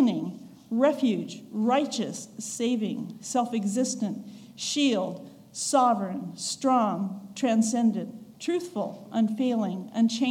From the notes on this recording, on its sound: recorded on August 20, 2022, at the Ringgold Seventh-day Adventist Church